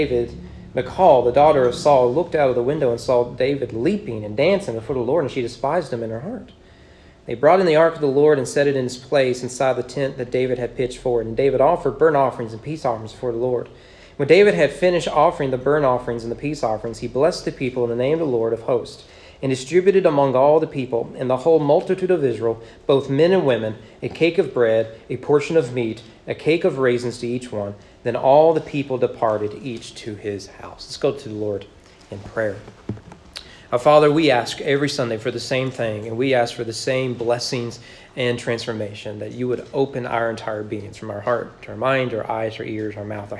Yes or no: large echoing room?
yes